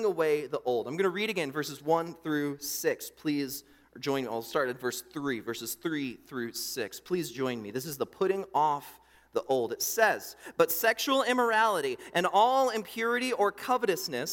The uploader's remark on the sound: during the Morning Worship Service on Sunday, July 2, 2023, at Calvary Baptist Church in Battle Creek, Michigan